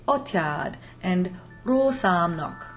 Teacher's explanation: This is why Janáček set the title character of Janúfa always with that highest note being on the U. But Hungarian stressed syllables actually go up in pitch, just like in English.